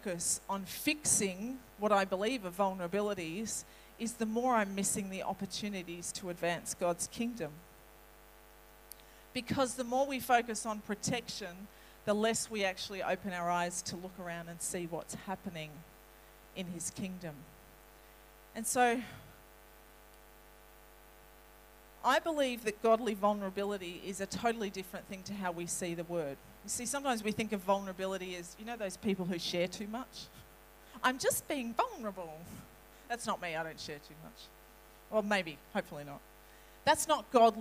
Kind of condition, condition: setting, large echoing room